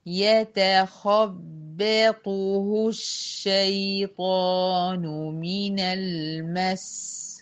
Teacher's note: الذين يأكلون الربا لا يقومون إلا كما يقوم الذي يتخبطه الشيطان من المس إلا كما يقوم الذي يتخبط خلي بالك من التفخيم والترقيق، يت مرققة لغاية دلوقتي، خا أفخم الخا، ب يتخبطه وارجع فخم الطه ورقق الهاء المربوطة